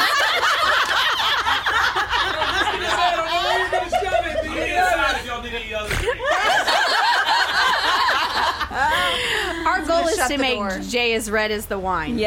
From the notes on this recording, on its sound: This episode is our first ever LIVE podcast recording! We decided to celebrate the launch of The LadyBits Podcast with a party at Tatum's Pubshed with some of our favorite girlfriends.